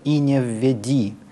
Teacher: это все предударные слоги акцентного слова, которое полностью звучит как «и не введи». И вот на этом «ди», на ближайшем ударном слоге, из пониженного тона все выходит на средний.